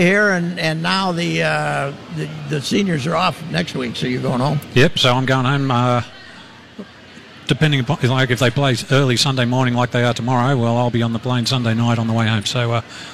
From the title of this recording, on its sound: live at the 3M Championship at the TPC